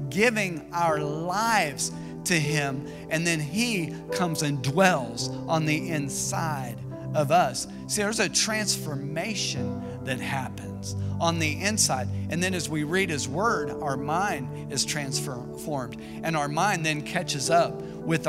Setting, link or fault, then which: setting, large echoing room